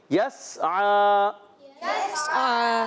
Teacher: scene को नहीं हिलाना, सीटी देनी है सीटी के साथ